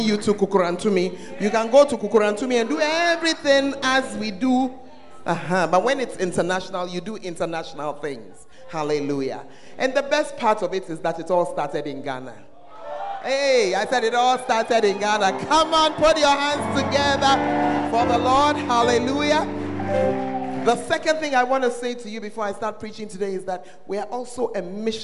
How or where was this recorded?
large echoing room